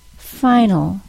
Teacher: If you listen carefully to the word final, you'll hear that there is no vowel sound in the final syllable.